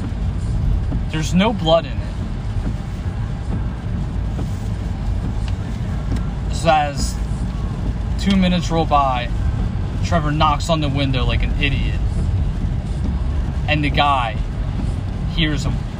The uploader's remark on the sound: During today’s episode I was in a nor’easter driving on my way home and it was scary! If I sound like a robot and I’m stuttering that’s why.